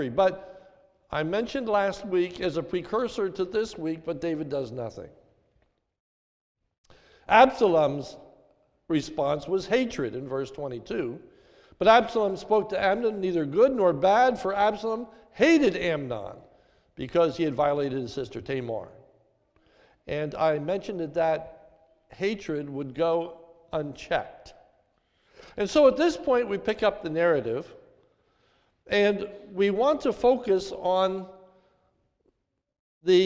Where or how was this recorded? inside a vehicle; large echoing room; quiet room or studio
large echoing room